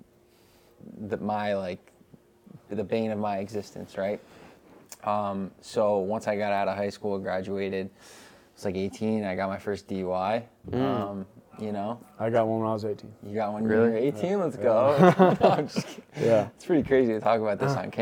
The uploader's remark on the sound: we hit record on an imprompt chat at a Phoenix house party